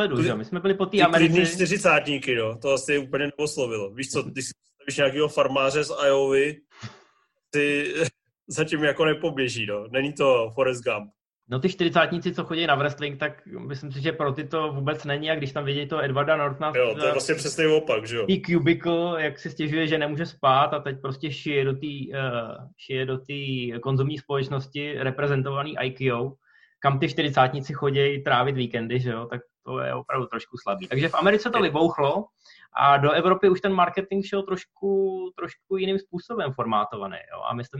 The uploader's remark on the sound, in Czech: Díky aplikaci Zoom se vracíme se speciály, ještě v trochu kompromisní audiovizuální formě